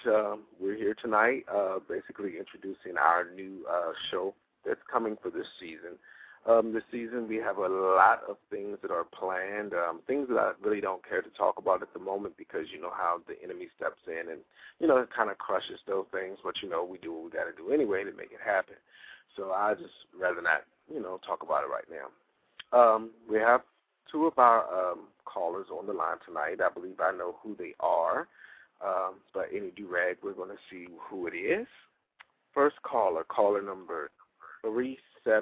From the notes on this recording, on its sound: We had quite a few new callers call in.